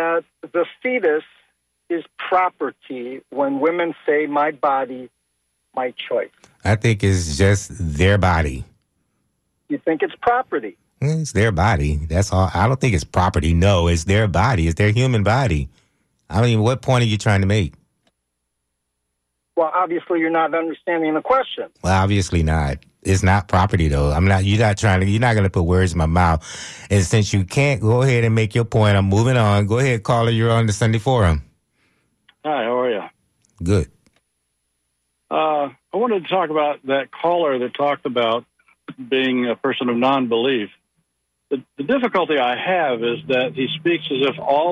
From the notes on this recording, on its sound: unique magazine format call-in show